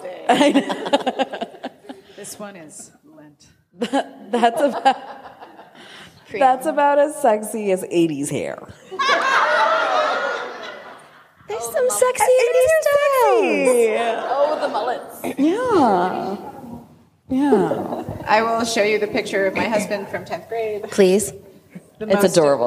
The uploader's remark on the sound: Our Live Show at RWA!